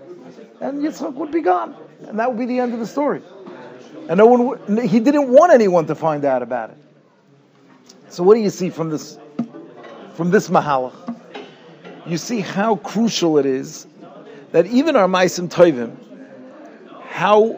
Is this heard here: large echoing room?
yes